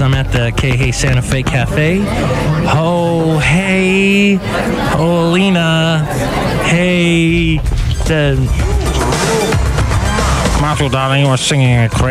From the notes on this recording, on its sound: podcast live from Cafe Anyway